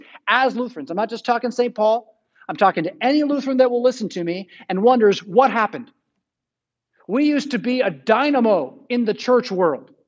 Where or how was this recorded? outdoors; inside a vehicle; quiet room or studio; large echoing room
large echoing room